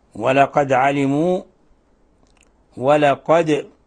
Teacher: ولقد دال ساكنة تقلقل